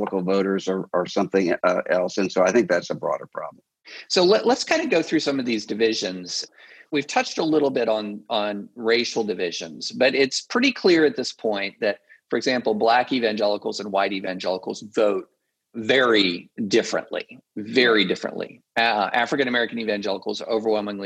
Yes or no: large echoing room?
no